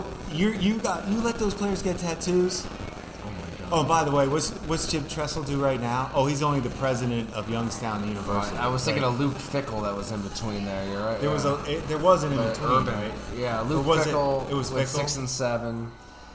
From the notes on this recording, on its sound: Live from Fattey Beer in Hamburg, NY